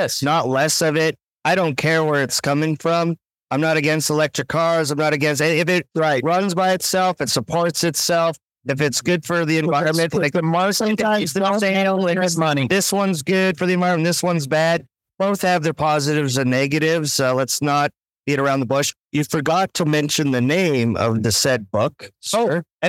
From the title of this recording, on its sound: Live from NAPE